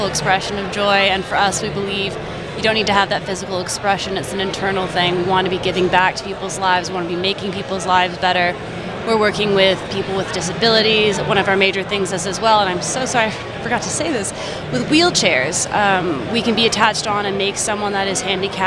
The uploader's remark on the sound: TechCrunch Disrupt NY. 3Pillar was a sponsor of this year's conference, so we had a prime location on the showroom floor.